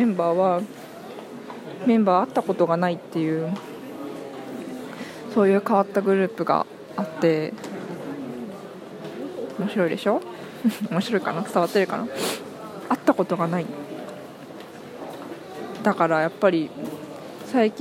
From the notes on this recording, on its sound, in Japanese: 久しぶりのお外での録音です！原宿。